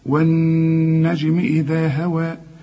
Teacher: إذا هوى طلع لسانك في الذال